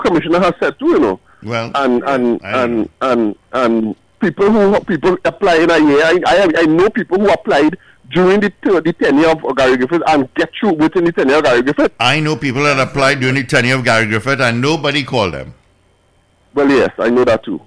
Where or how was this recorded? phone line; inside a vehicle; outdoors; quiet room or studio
phone line